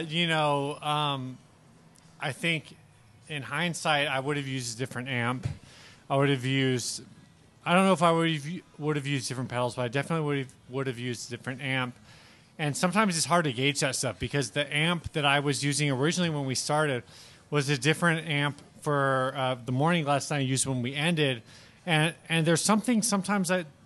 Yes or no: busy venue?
yes